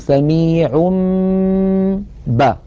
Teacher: نقلب هذا التنوين الذي هو في الحقيقة نون ساكنة نقلبه إلى ميم ثم نمط غنته نقول سميع با، فنطبق الشفتين على الميم وعلى الباء التي بعدها إطباقا واحدا.